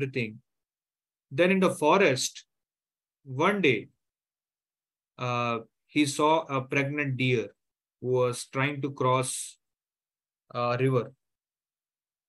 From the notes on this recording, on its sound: Zoom recorded class